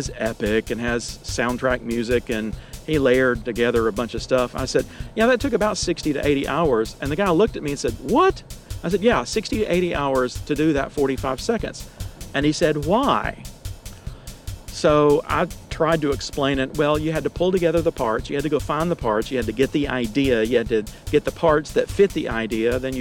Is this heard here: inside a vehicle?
yes